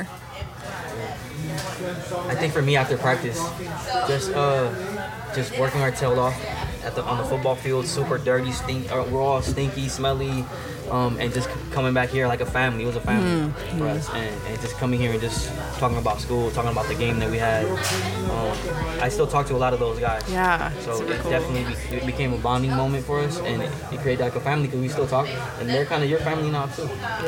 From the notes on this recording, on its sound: Recorded at Oakland Gyros, the East Side eatery that became a regular stop for the duo. While sitting in a window booth.